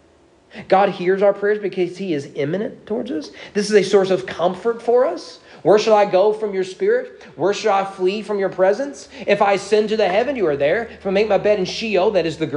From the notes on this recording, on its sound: Sermon preached at East Frankfort Baptist Church